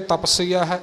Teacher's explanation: ਜਿਵੇਂ ਆਮ ਲਫਜ਼ ਆਪਾਂ ਤਪੱਸਵੀ ਬੋਲਦੇ ਹਾਂ ਨਾ ਉਸ ਦੇ ਲਿਹਾਜ਼ ਨਾਲ ਇੱਥੇ ਆਪਾਂ ਪੱਪੇ 'ਤੇ ਅਧਿਕ ਲਗਾ ਕੇ ਨਹੀਂ ਬੋਲ ਜਾਣਾ ਕਿ ਤਪੱਸਵੀ ਬੋਲਦੇ ਆ ਇਸ ਕਰਕੇ ਤਪੱਸੀ ਹੈ ਕਰਾਂਗੇ ਨਹੀਂ ਇੱਥੇ ਤਪਸੀ ਹੈ ਇਸੇ ਪ੍ਰਕਾਰ ਬੋਲਣਾ ਹੈ।